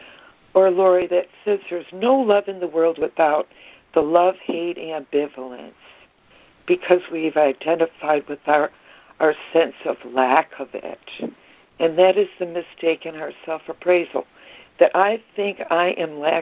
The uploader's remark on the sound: ACIM Daily Conference Call